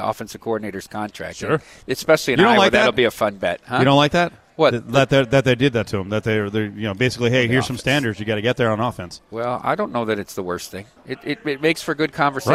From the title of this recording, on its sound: LIVE AT CIRCA